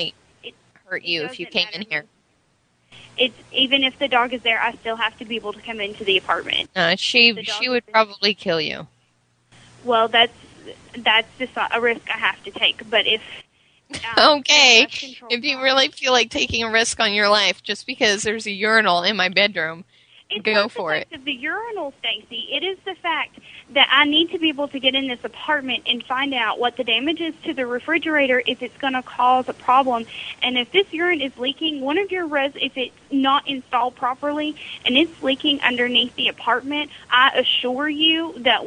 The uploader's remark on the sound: Prank Phone Calls